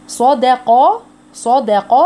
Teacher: الدال لا تحوليها الى ضاد حبيبتي علشان هي ما بين مفخمين، فممكن تروح معاهم يعني تضيع في النص يعني ترقيقها، لا احنا عايزينها تفضل مرققة زي ما هي، فنقول صداقاتكم صداقاتكم.